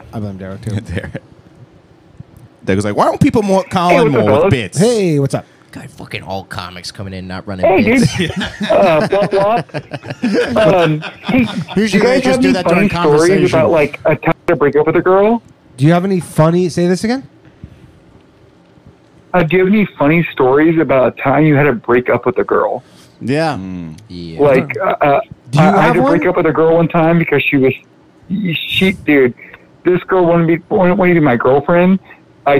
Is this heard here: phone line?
yes